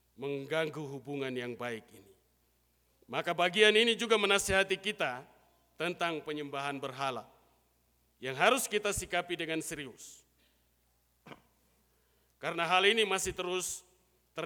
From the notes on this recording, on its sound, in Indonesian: Rekaman Khotbah pada Ibadah Minggu pagi tgl 2 Juli 2023 dari GKI Kalvari Tembagapura, Papua.